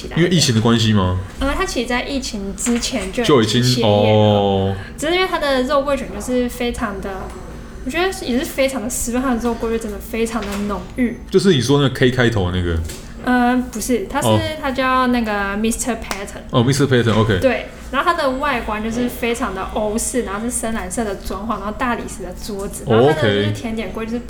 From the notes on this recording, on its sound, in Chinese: 本集白噪音指數：微風級 2/5。錄音地點： Boulangerie Ours。